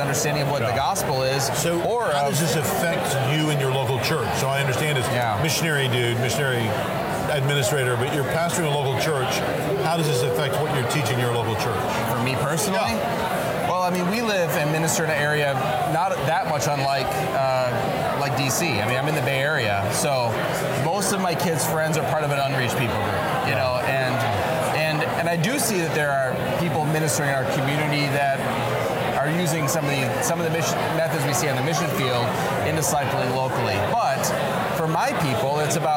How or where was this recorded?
busy venue